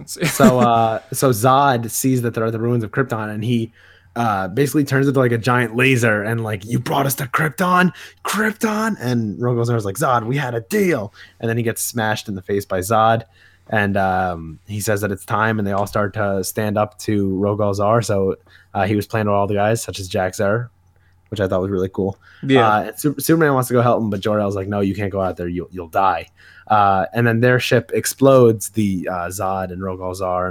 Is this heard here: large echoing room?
no